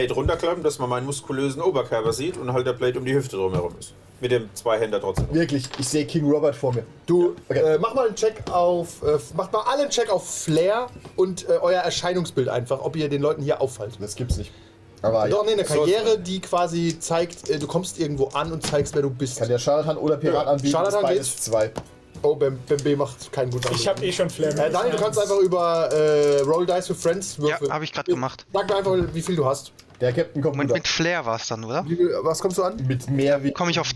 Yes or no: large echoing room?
no